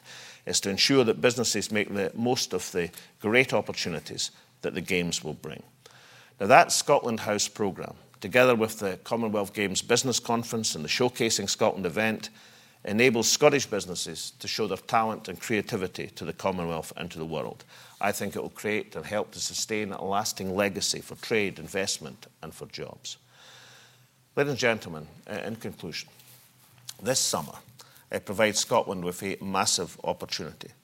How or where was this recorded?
live audience